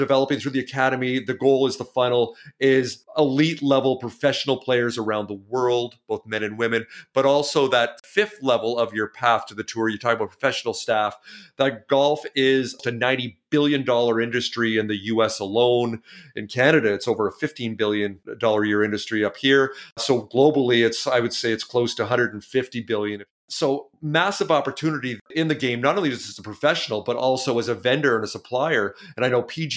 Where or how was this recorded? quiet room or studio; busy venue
quiet room or studio